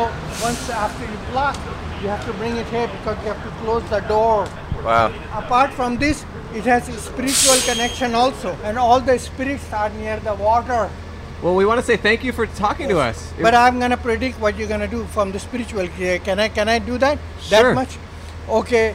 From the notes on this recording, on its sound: A Bus Stop. Recorded 3/14/22 on Santa Monica Blvd in Los Angeles, CA.